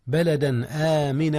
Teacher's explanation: جاء الإظهار هنا يا أستاذنا قبل الهمزة وهي من أحرف الحلق